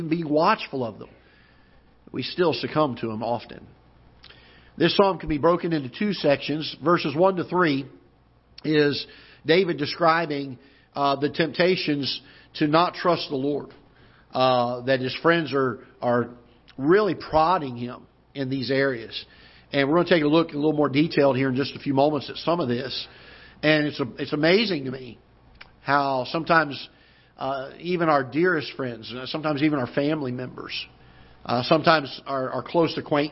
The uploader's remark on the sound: Ketha Heights Baptist Church ~ Live Broadcast